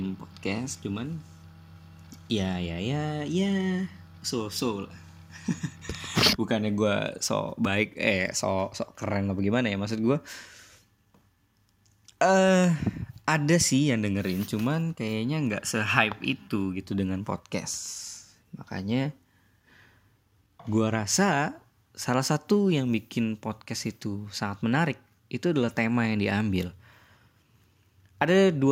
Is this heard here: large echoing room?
no